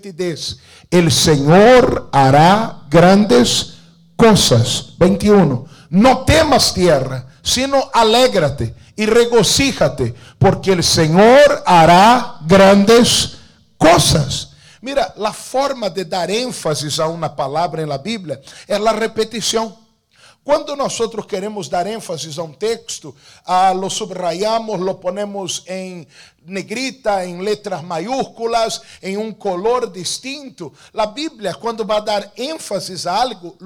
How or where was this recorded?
large echoing room